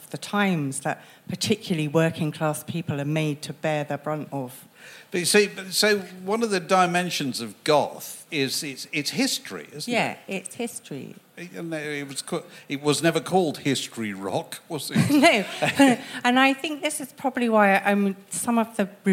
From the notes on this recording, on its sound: A live podcast recorded at London’s 21Soho.